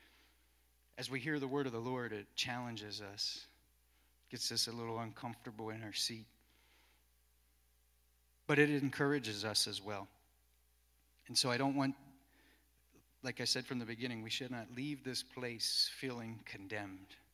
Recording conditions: large echoing room